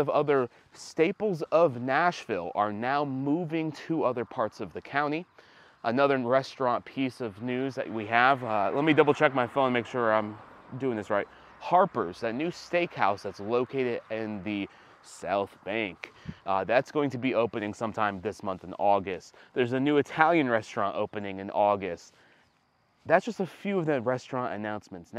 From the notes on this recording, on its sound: Live from the overlook of Gatlinburg in the Smoky Mountains